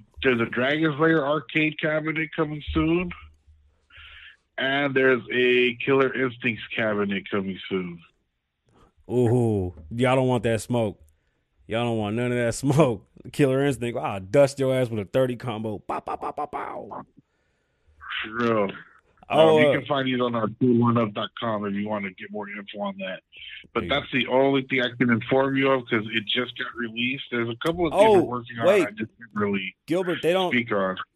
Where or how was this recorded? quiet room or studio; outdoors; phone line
phone line